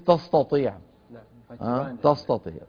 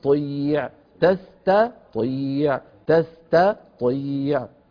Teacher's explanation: علينا أن نقول تستا، هذا المقطع كله مرقق · Shown in: second take · المقطع تستا، فإذا انتهى نقول طيع تستا طيع تستا طيع.